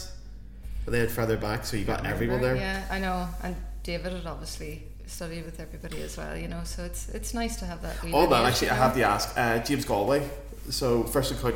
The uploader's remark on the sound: In another episode recorded in Belfast's Sunflower Public House.